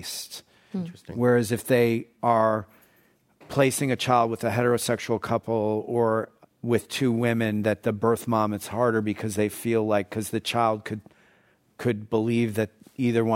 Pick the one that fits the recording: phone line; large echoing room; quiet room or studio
large echoing room